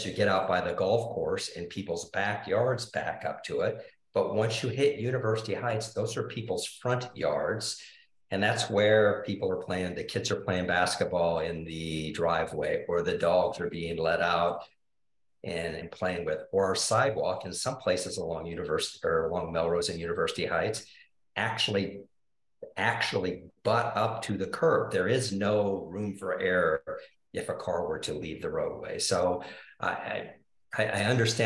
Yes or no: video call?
yes